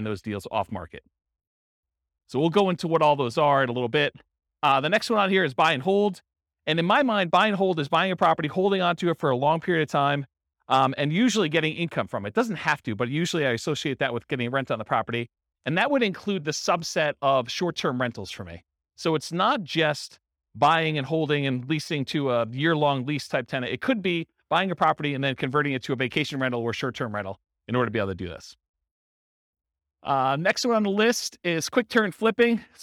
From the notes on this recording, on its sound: This was a live class recorded